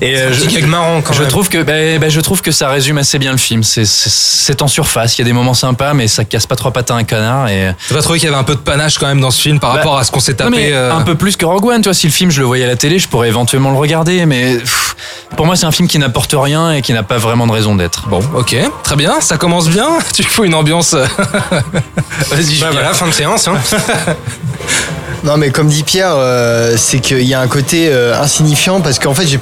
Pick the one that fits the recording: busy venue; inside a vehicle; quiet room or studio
busy venue